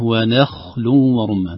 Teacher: ترقيق النون ثم الانتقال إلى تفخيم الخاء